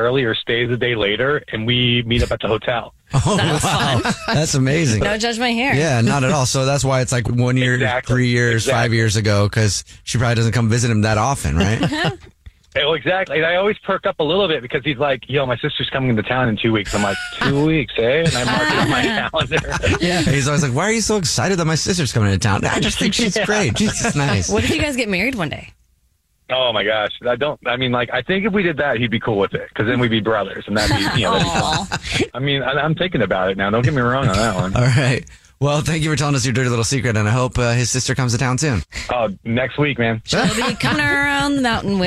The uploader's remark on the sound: The guy on the phone